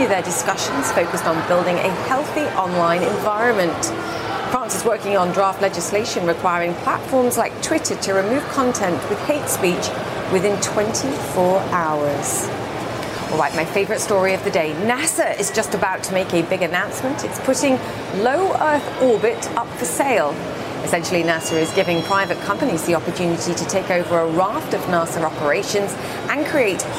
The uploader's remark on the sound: live from the New York Stock Exchange